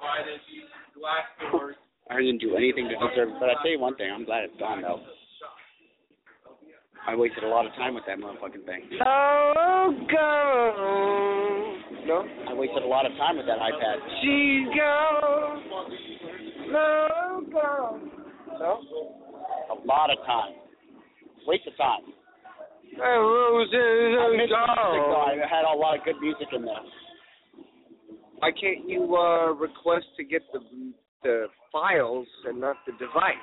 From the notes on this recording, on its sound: Broadcasting live from the Old Towne Pub in Pasadena!